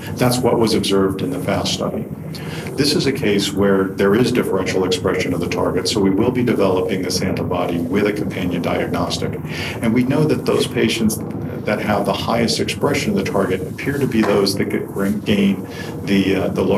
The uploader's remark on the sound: Recorded during the 53rd Annual Meeting of the American Society of Clinical Oncology (ASCO), held June 2 - 6, 2017 in Chicago, Ill